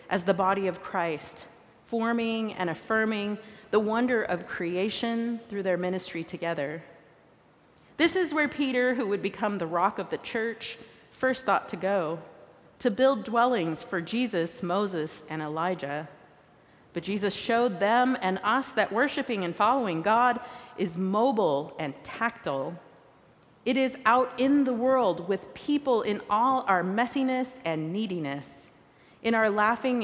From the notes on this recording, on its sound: recorded live at the 10:00am service on Sunday, August 6, 2023.